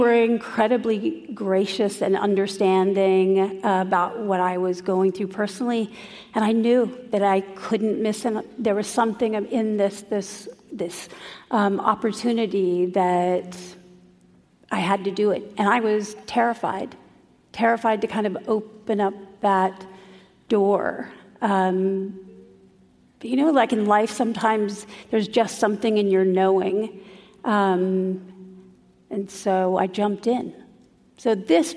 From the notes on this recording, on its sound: Traveled to San Francisco. In front of a sold-out crowd at an event hosted by City Arts & Lectures.